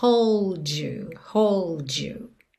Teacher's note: hold you, também vai soar aquele DJ